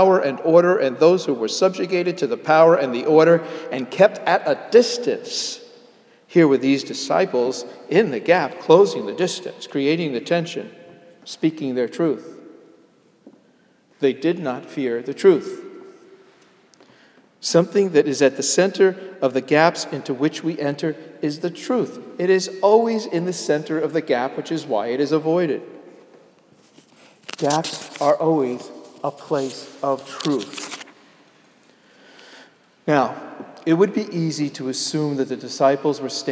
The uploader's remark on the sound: Sermon delivered at Jan Hus Presbyterian Church and Neighborhood House NYC